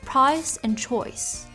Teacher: Like Southern American English, one of its primary features is a shift in vowel placement, retracting their vowel sounds towards the back of the mouth, as in price and choice. Younger East Enders are also moving their vowels towards the front of their mouths, in the direction of the posh received pronunciation